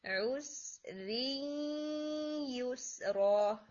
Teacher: پھر لاسٹ میں جو ورڈ تھا عُسْرِيُسْرَا، یہاں پر نا ادغام ہو رہا ہے، را کو کلیئر بولنے کے بعد آپ نے جو را کے اندر تنوین ہے اس کو مرج کر دینا ہے یا کے اندر، ٹھیک ہے، اور پھر آپ نے غنہ ایڈ کرنا ہے، ری میں نہیں مگر ادغام میں، عوز ری یوس را، اور پھر یہاں پہ اس کا جو غنہ ٹائمنگ ہوگا وہ بھی اکمل میں جائے گا.